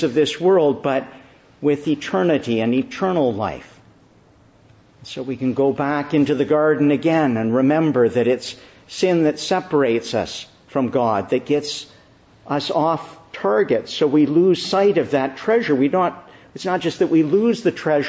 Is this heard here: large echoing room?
yes